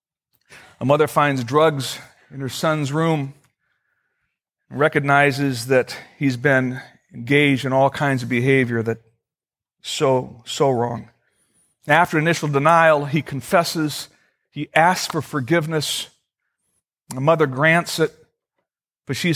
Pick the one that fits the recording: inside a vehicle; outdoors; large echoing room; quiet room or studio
large echoing room